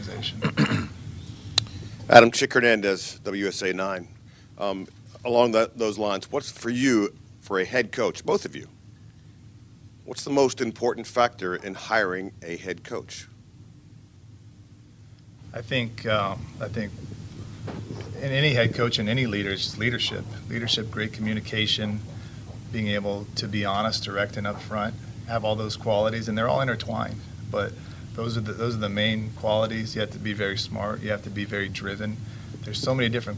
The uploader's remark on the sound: Intro Presser LIVE From Ashburn